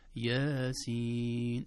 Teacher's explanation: الياء لا تمد إلا مدا طبيعيا